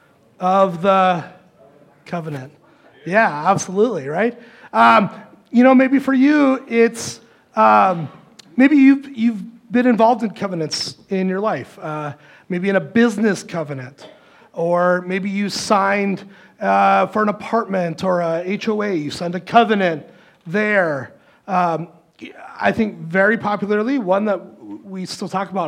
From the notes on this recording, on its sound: Recorded live at Word of Life Church in Le Sueur, Minnesota, on February 4, 2024. Powered by Restream.